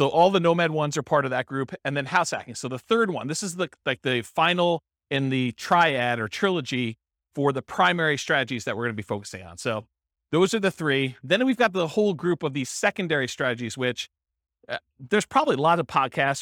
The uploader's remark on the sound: This was a live class recorded